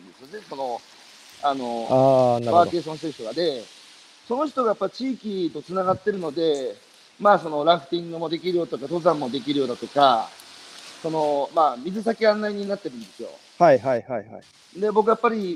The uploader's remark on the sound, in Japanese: 歩きながら1時間、対談する